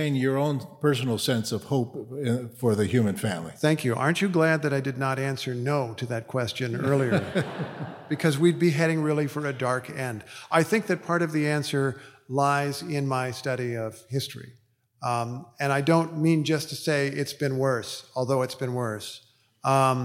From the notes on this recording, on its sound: Speaking at the Westminster Town Hall Forum. This program was recorded in front a live audience at Westminster Presbyterian Church in downtown Minneapolis on October 7, 2023.